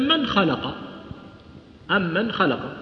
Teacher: النون تحصلها في يعني آخر الفم، والخاء جاية عند وين؟ في الحلق · Term: تباعد